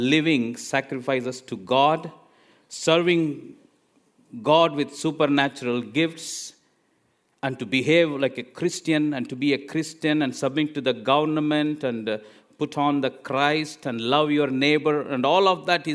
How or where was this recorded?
large echoing room